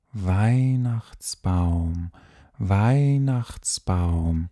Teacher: Weihnachtsbaum, zwei Zwielaute, ein Ei und ein Au